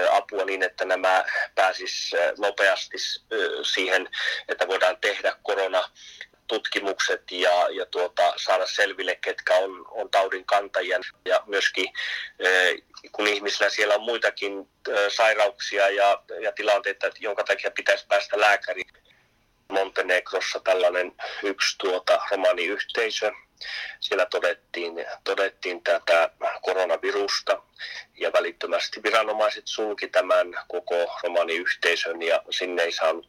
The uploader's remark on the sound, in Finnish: Poikkeuksellisesti puhelinhaastattelussa.